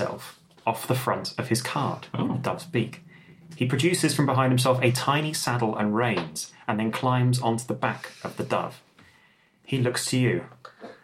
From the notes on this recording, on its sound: This episode was recorded using a Zoom H2n. Lovely (if slightly echoey, sorry!) dining room.